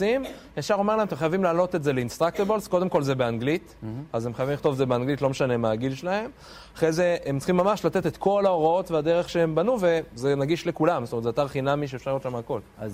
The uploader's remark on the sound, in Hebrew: באירוע לייב. הפרק הוקלט במסגרת אירועי "ערב שכולו חינוך" במועצה אזורית דרום השרון.